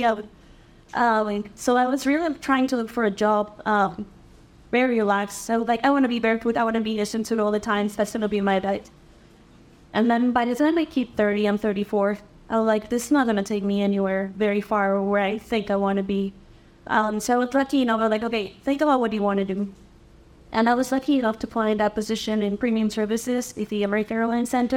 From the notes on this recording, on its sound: our very first “Live Recording” episode